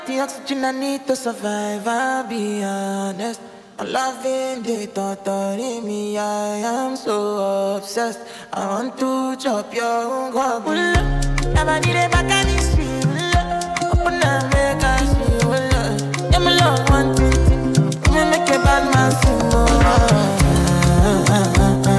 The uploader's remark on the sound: HOT 97 STREET TEAM LIVE AT BOOST MOBILE IN BROOKLYN, NY.